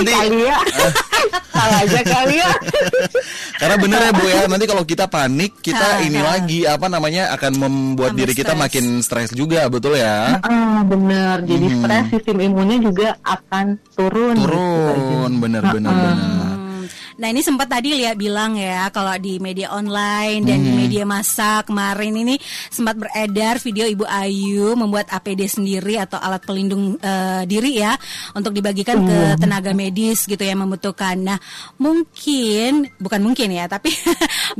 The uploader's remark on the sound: ON THE PHONE.